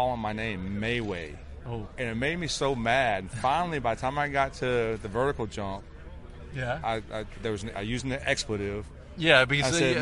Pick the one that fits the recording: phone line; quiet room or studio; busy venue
busy venue